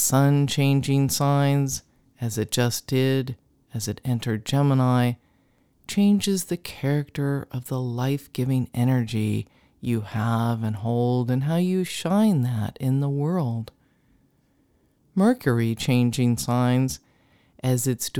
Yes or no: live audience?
no